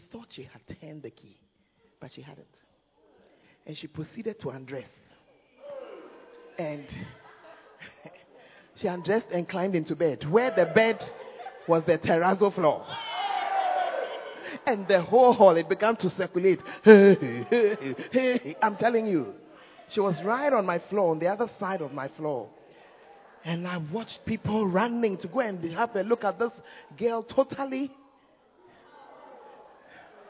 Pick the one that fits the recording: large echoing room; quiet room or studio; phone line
large echoing room